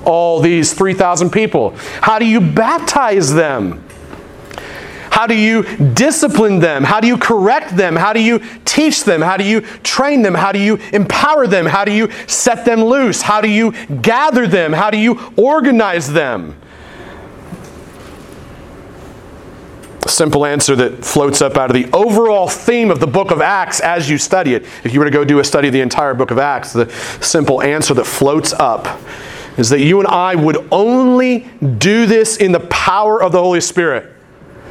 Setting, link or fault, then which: setting, large echoing room